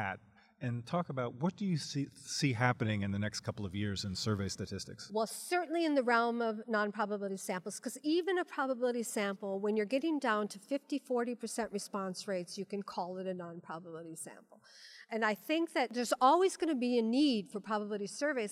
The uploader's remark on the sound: Live From the WSC